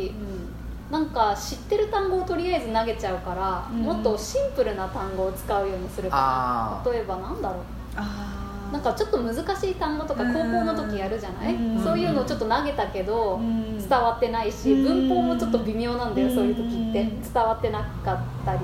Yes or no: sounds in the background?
yes